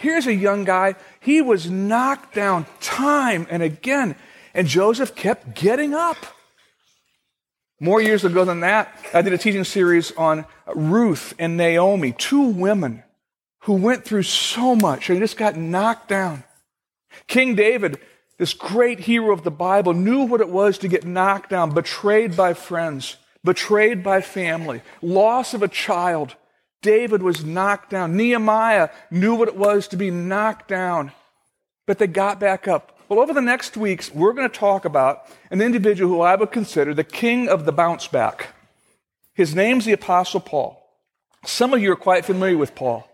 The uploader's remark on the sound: Originally recorded on May 10, 2015, at Fellowship Missionary Church in Fort Wayne, IN.